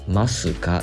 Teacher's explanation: 「ますか」って言いますよね「す」の部分の「u」も脱落してるんですよ · Term: 母音の脱落